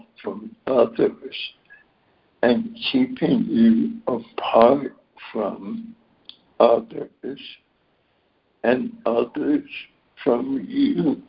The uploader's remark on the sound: ACIM Daily Conference Call.